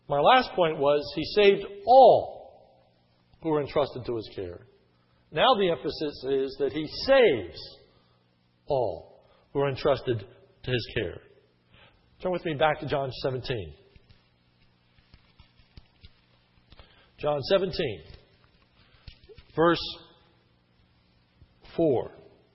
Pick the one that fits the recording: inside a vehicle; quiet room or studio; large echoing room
large echoing room